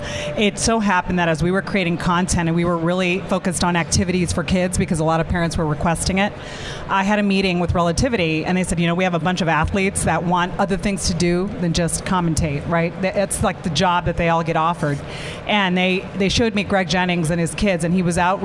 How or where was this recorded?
busy venue